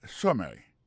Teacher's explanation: pour question de prononciation, accent tombé sous premier syllabe là